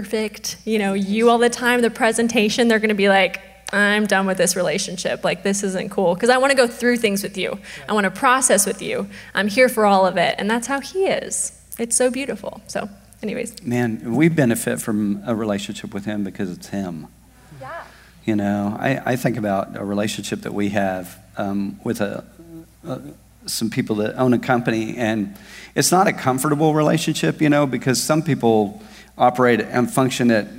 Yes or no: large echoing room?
yes